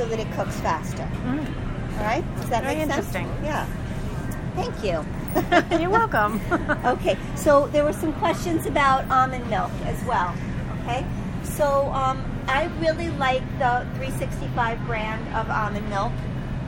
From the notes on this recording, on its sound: Thrive LIVE. Live from Whole Foods.